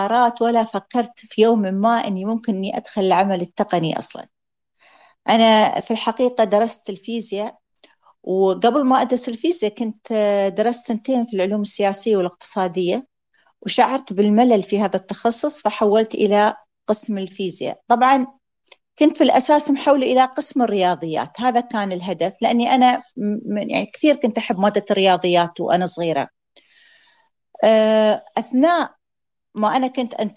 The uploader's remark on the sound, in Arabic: تسجيل لمساحة ابن رشد الأسبوعية على منصة تويتر.